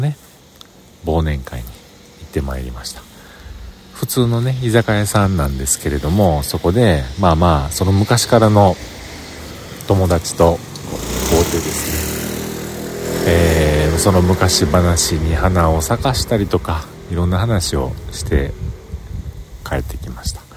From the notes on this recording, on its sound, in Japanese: この日も忘年会が終了し、その帰り道での収録音声です。酔っ払ってます。